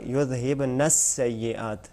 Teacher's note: और फिर आगे जाकर युज़हिब नस्सय्यात, यहाँ पे भी तशदीद है नस्सय्यात, नून को सीन के साथ मिलाना चाहिए, सीन पर चूँकि तशदीद है ज़ोर के साथ जब अदा करते हैं, चूँकि ये जिस हर्फ के ऊपर भी तशदीद होती है वो हकीकत में दो होते हैं, ठीक है, यानी दो बार उसको पढ़ा जाता है।